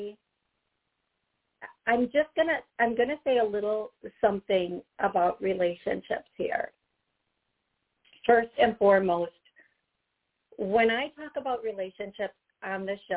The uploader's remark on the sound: LIVE CALL